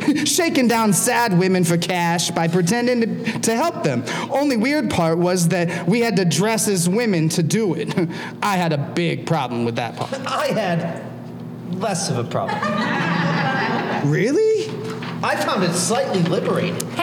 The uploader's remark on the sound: It’s the Thrillogy performed LIVE! This episode was recorded in front of an audience at the Neighborhood Comedy Theater in Mesa, AZ.